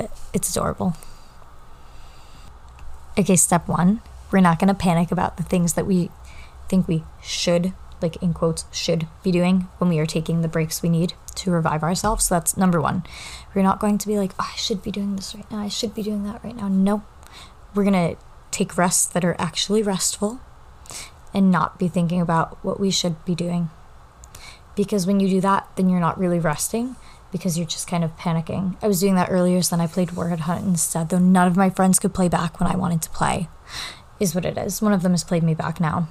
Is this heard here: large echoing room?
no